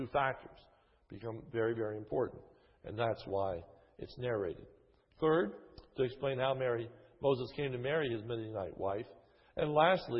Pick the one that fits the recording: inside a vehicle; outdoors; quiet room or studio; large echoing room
large echoing room